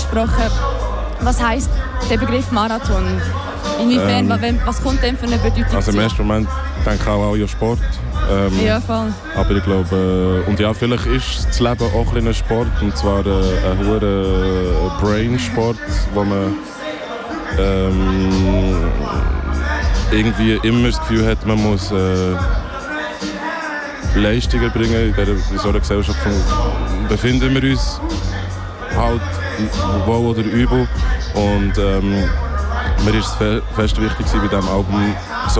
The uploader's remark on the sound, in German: Live vom Hood Look Good -Festival. Live aus Aarau. Start zur Festivalsaison! Live vom Hood Look Good -Festival.